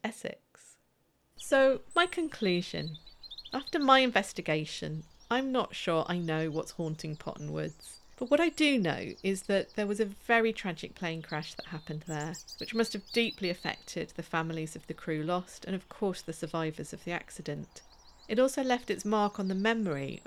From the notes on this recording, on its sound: We have a witness interview, field recordings from the woods. Additional music and sound effects by Epidemic Sound.